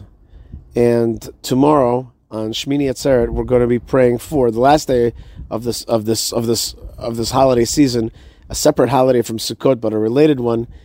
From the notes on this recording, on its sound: Live from inside the Sukkah